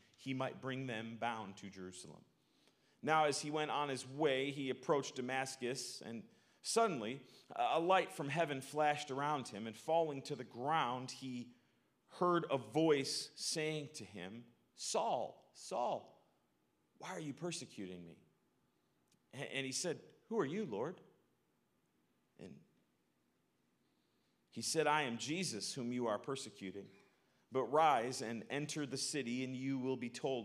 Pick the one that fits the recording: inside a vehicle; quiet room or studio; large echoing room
large echoing room